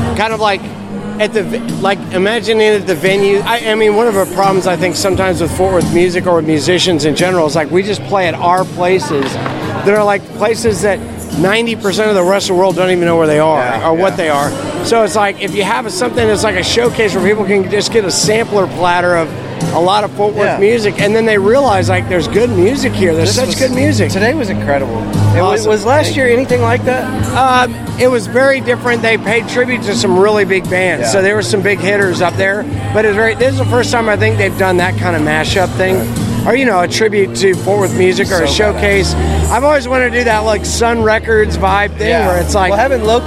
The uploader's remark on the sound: Coverage of the Fort Worth Weekly Music Awards. The full uncut raw recording of the award show has been included after the episode has concluded.